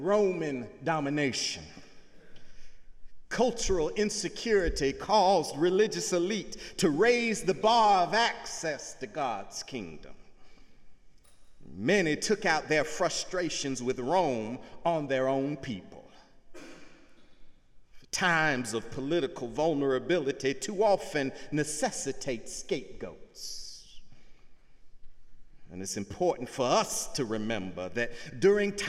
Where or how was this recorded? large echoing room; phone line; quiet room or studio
large echoing room